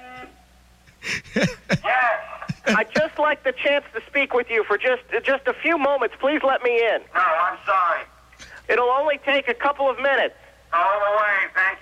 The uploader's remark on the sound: RBCP's Personal Prank Phone Calls Collection